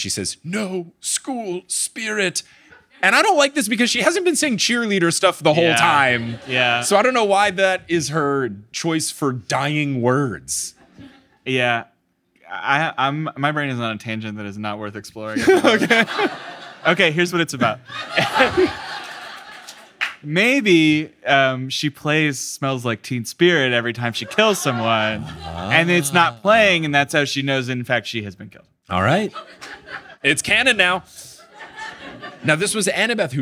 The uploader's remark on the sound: LIVE in LA!